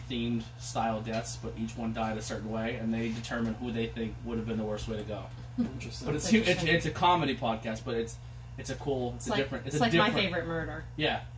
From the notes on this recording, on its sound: This was a quick video made with my phone so sorry if the audio is not like some of our other episodes.